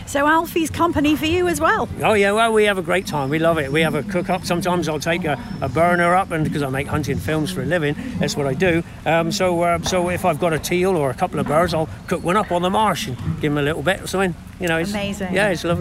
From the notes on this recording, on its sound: Alfie the water-fowl retriever performs at Hampshire Country Sports Day 2023. This lively interview was recorded at the Country Sports Day 2023 at Bereleigh, East Meon.